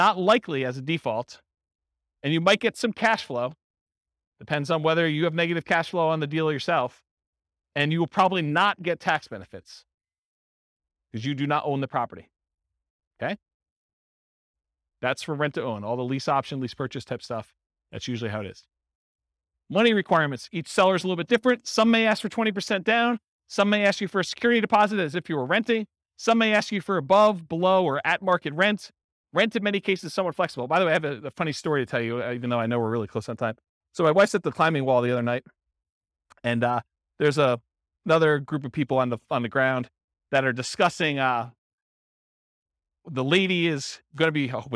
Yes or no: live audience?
yes